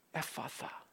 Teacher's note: All three of the syllables are formed on the lips. They're not formed in the back of the throat, something that he couldn't see.